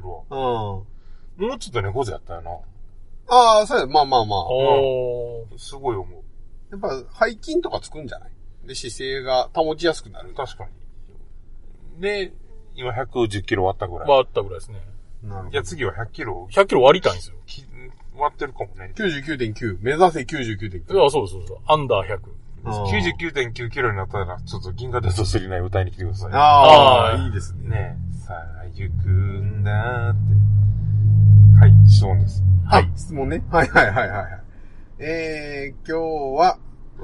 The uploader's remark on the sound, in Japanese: 今週は車中収録です。